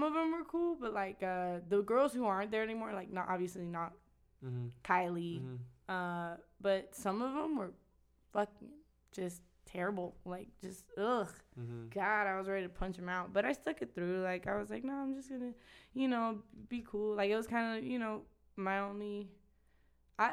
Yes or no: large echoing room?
no